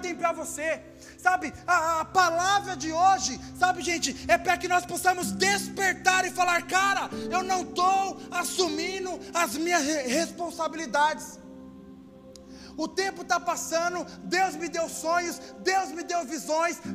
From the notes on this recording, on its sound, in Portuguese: Áudio do culto de Domingo